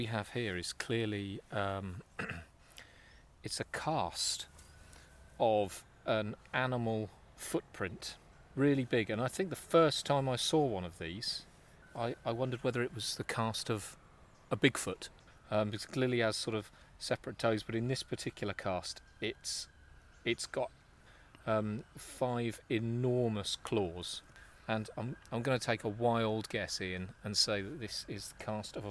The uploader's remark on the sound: Recorded in Cambridge at Mill Road Cemetery and the 12th century Leper Chapel of St Mary Magdalene